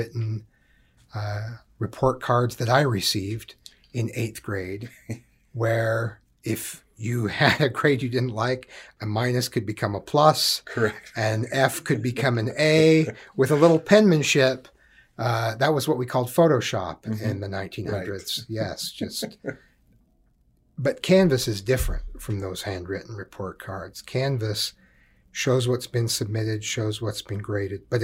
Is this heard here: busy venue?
no